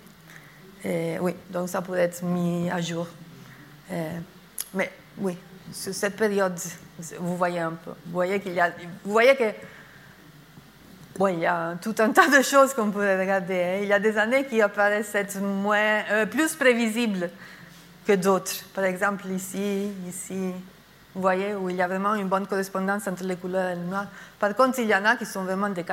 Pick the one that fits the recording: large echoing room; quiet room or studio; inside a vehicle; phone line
large echoing room